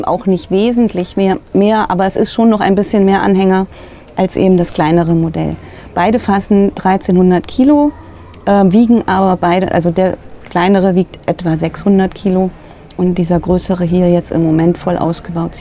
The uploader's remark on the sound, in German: In unserer heutigen "Live"-Folge vom Caravan Salon 2023